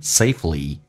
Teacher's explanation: li 是一个长元音，虽然没有夸张，因为它是非主重音节，但是还是长元音